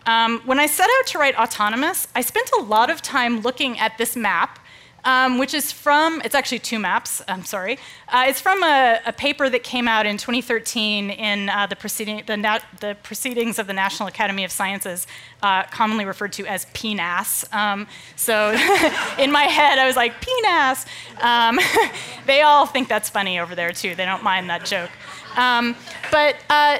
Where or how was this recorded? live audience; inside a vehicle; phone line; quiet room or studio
live audience